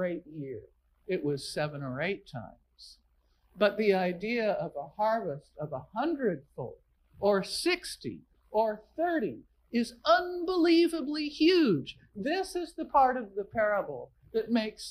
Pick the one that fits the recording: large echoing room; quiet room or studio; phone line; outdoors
large echoing room